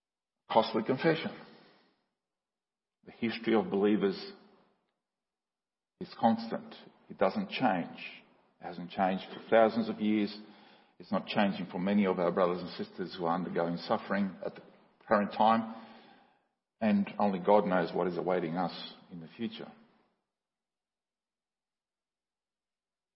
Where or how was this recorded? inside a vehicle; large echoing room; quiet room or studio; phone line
large echoing room